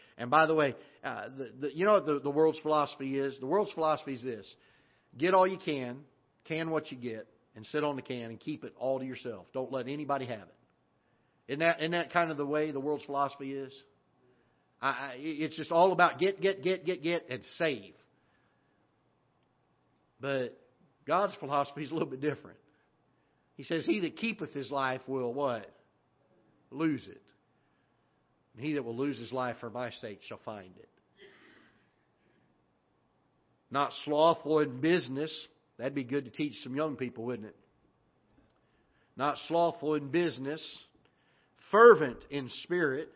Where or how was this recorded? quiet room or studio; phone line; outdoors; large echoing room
large echoing room